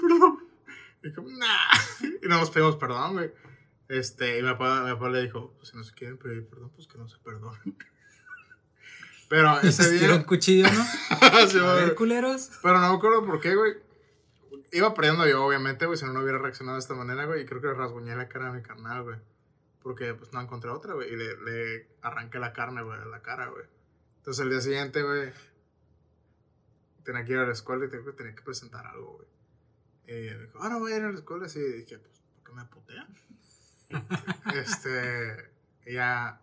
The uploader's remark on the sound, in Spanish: Este Jueves tuvimos fallas técnicas así que se van a tener que aguantar con un audio de no tan buena calidad.